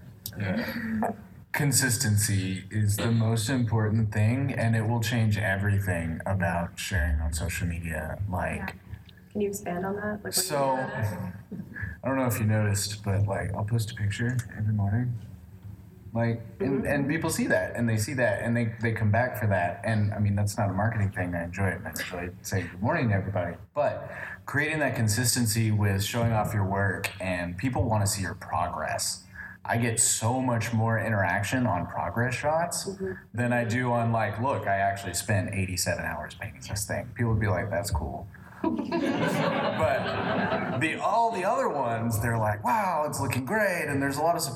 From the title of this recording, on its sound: PAX Unplugged Panel